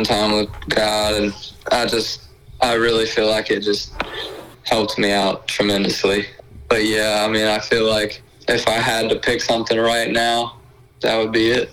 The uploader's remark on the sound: over the phone